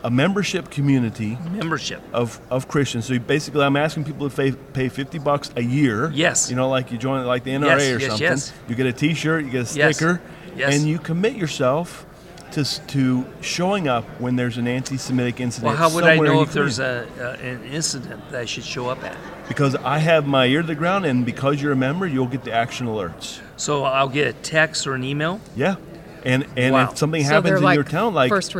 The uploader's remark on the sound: at the National Religious Broadcasters Conference